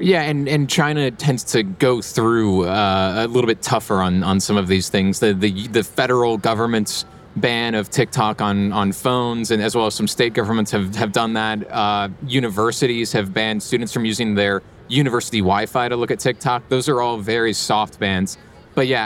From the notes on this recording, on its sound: Recorded in front of a live audience at Inbound in Boston.